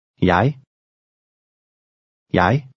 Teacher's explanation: Notice that an initial J is pronounced like an English Y, as in yes. The combination EG is usually pronounced I, especially in Danish personal pronouns.